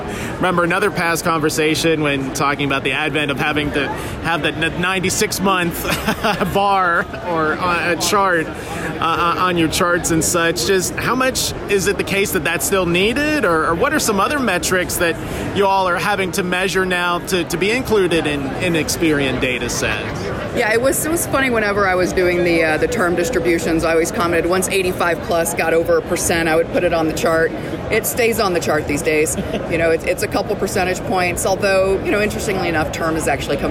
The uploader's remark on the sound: recorded at NADA Show 2024 in Las Vegas.